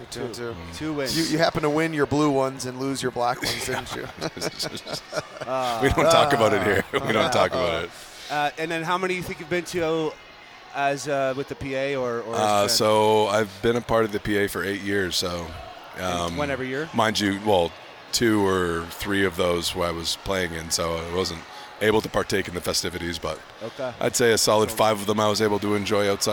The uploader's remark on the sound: at the Grey Cup Festival in Hamilton